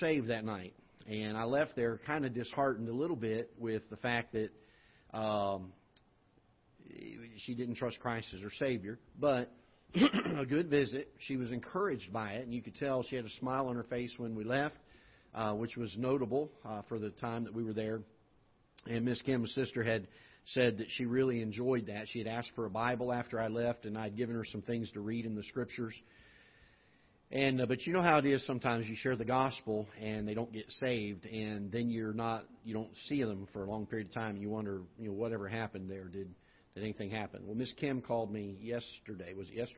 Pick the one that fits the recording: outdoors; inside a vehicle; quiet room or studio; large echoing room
large echoing room